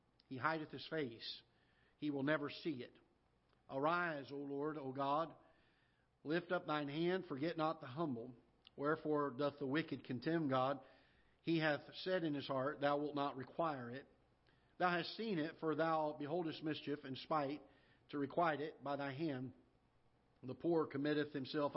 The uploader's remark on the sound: Ketha Heights Baptist Church ~ Live Broadcast